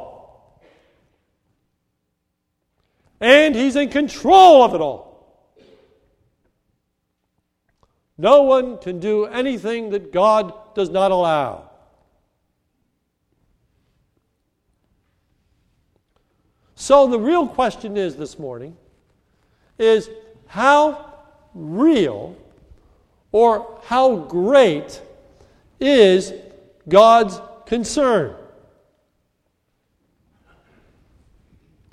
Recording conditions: large echoing room